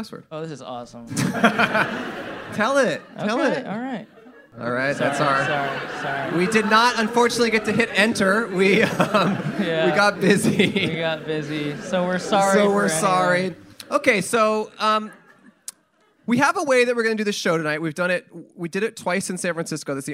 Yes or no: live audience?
yes